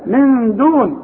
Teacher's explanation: نون بعدها دال والدال من حروف الإخفاء يبقى حخفي وغن